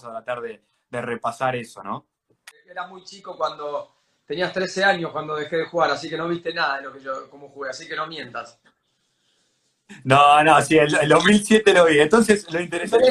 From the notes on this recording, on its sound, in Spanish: entrevistar por instagram Live